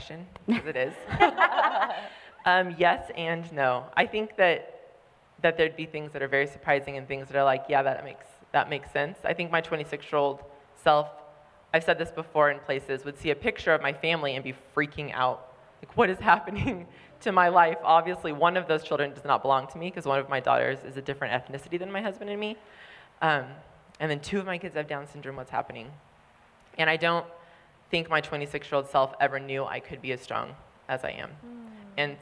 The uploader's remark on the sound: LIVE from Dear Mom, Conference Utah. Coming at you LIVE from Orem, Utah. Take the stage at Dear Mom Conference!